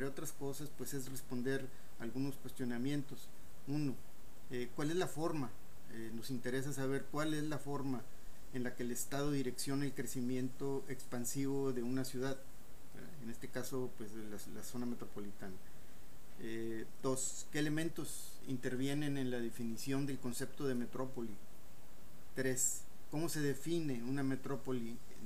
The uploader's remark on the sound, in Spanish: Los audios fueron tomados de diversas fuentes, por lo que la calidad y el volumen del sonido pueden variar.